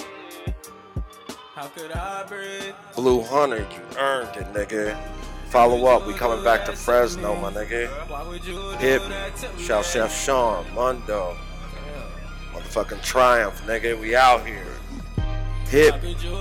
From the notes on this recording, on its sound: Recorded from the back of the tour bus